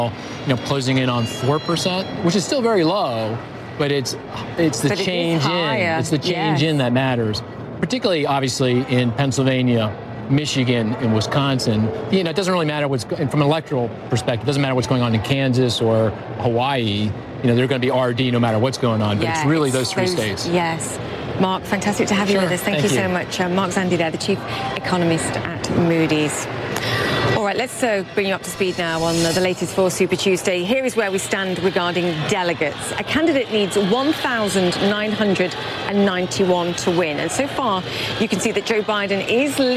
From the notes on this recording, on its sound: live from the New York Stock Exchange